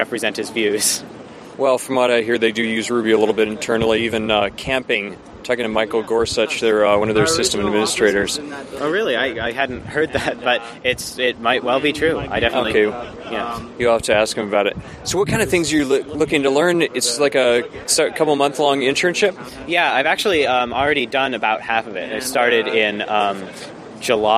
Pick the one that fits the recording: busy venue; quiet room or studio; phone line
busy venue